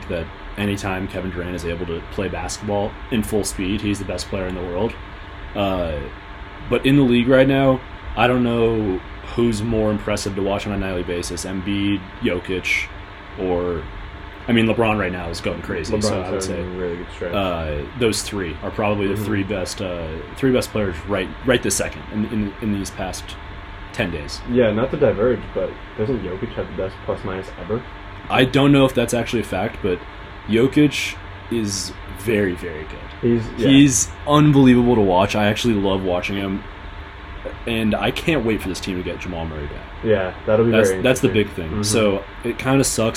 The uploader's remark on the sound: There is some background noise that occurs throughout the recording. We apologize for this unfortunate technical difficulty.